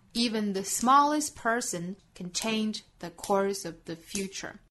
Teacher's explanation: 像一些双音节单词比如说 even 啊比如说 smallest person,包括最后的 future,这些词其实都是第一个音节重读的所以我们只在第一个音节上拍拍子。Even the smallest person can change the course of the future.好，我们再来用非常慢的速度，用美音读一下。Even